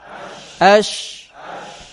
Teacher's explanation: Tafashi, menyebarkan angin dalam mulut. Ya ini melebihi sin kecil ya. Ash. Jadi udaranya di sini tuh ada keluar semua.